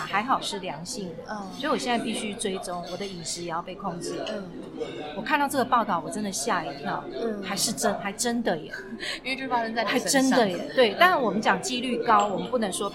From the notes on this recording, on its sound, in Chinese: 本次錄音空間較多雜音，音質不佳還請多多包涵